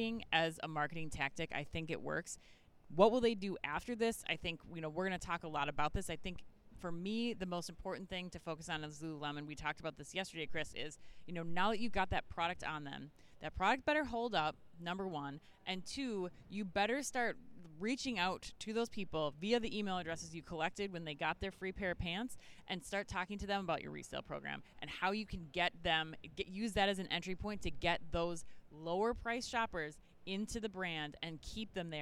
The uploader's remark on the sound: live from Shoptalk Europe in Barcelona